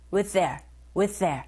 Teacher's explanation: with의 the, their의 the 겹자음입니다. 첫 번째 th 발음 생략.